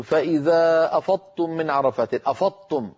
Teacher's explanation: هذا نطق خاطئ. أفضتم صار النطق كأنه طاء مشددة، وليس الأمر كذلك. لابد من أن ننطق ضادا يتلو، ضادا مفخمة مستطيلة يتلوها تاء مرققة مستفلة، هكذا.